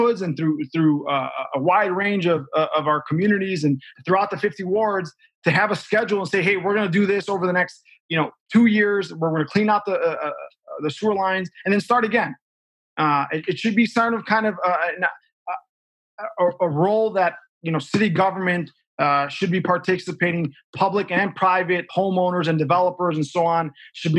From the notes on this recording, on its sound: This Dialogue was conducted over Zoom, in recognition of the importance of safety and social distancing in the pandemic.